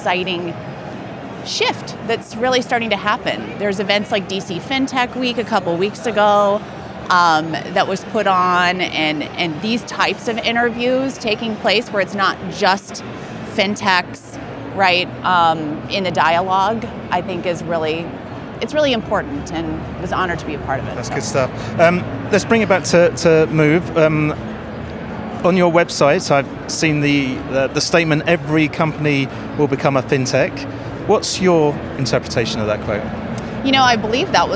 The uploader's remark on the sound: Recorded in partnership with Banking Circle at Money20/20 USA, that took place in Las Vegas. We recorded a series of interviews on the Banking Circle booth with a number of the speakers and attendees from the conference.